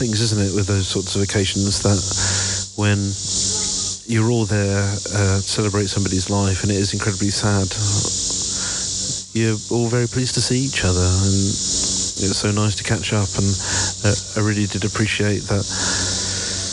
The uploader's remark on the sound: Here are a selection of short audio clips, often recorded on the move as I'm traveling.